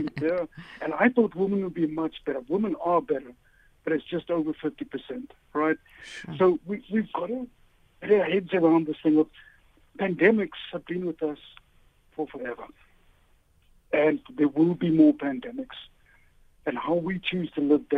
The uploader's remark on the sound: Guest on the line